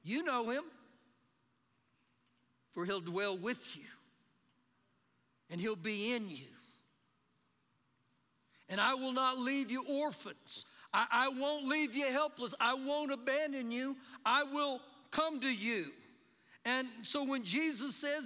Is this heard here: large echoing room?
yes